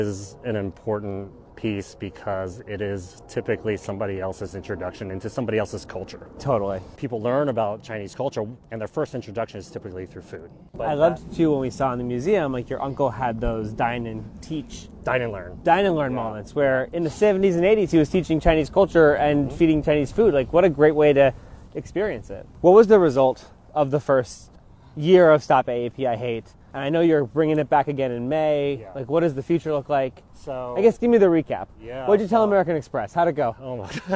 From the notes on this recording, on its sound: Walk A Mile is recorded while taking a one-mile walk with interesting and inspiring people. Each have a microphone, their most comfortable walking shoes, and endless possibilities for conversation.